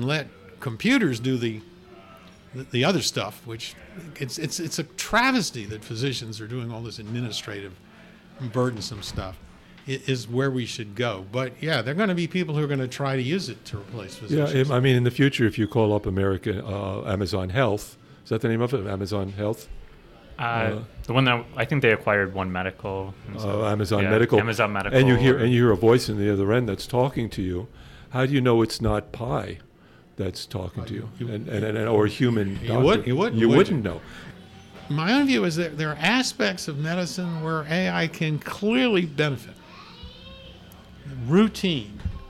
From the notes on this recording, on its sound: We recorded on the porch of Gebhard's Beer Culture Bar.